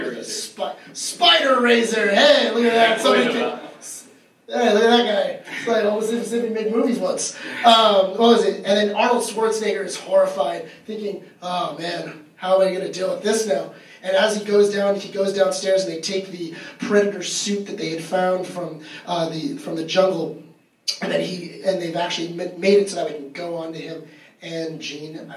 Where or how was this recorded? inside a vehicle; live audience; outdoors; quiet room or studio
live audience